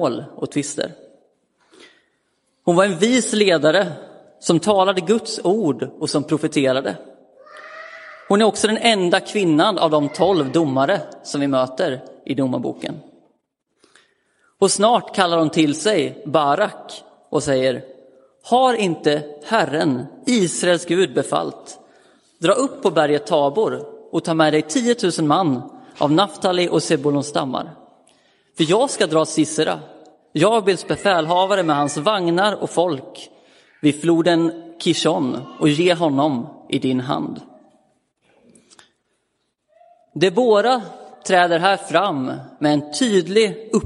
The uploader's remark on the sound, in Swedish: Inspelad i Roseniuskyrkan den 15 januari 2023.